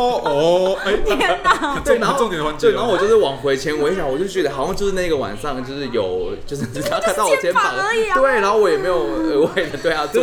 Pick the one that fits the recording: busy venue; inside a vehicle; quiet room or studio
busy venue